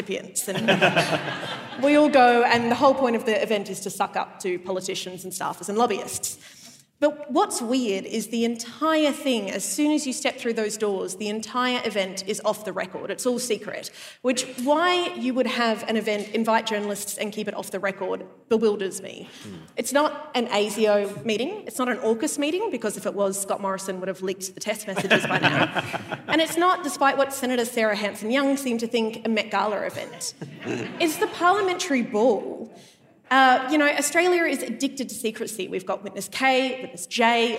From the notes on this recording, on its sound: Live on stage at the Festival of Dangerous Ideas. Big thanks to everyone who came to the live show. We're recording a live podcast of our show.